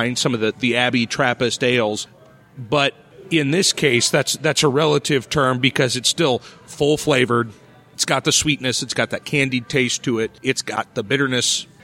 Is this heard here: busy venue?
yes